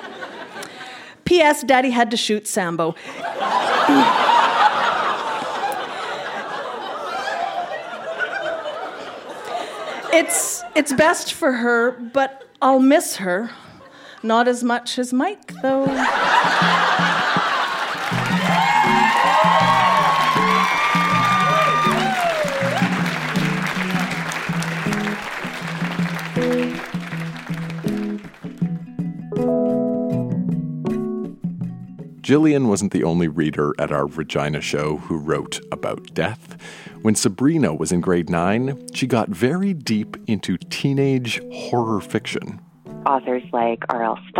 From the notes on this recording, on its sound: Recorded live at the Artesian in Regina, SK.